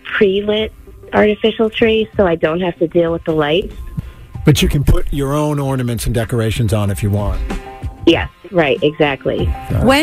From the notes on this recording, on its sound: The MAGIC listeners called